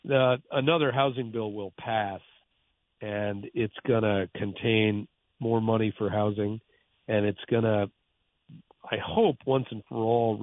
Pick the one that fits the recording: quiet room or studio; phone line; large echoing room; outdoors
phone line